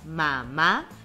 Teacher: Al separarla en sílabas, mamá, su sílaba tónica se escucha en la última ma y como termina en vocal y está en la última sílaba, es aguda.